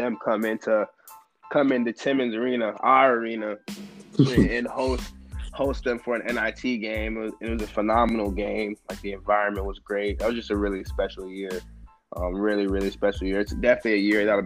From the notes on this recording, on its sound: talk over the phone